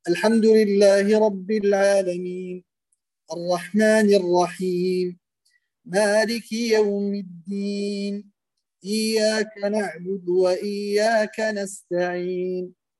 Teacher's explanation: المد العارض للسكون الذي يعني يأتي في آخر الآيات، المفترض أن تكون مقاديره واحدة